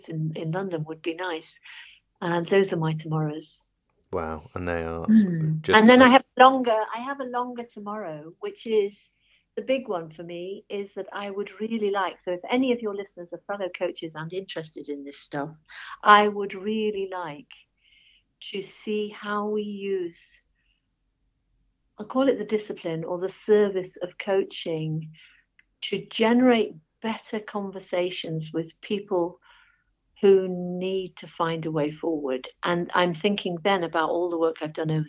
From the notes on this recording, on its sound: I am also (while not able to meet face to face) recording these impromptu chats over the phone.